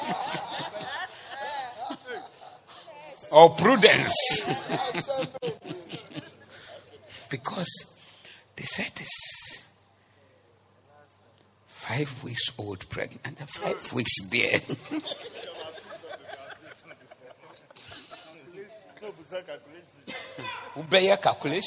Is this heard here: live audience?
yes